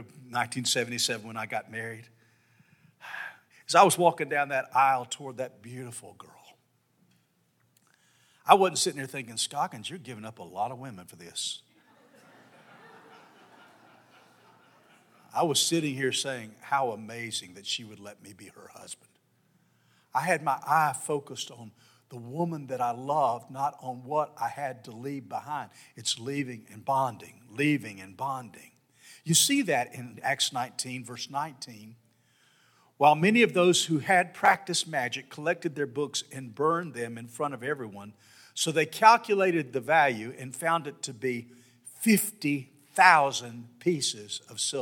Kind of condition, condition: setting, large echoing room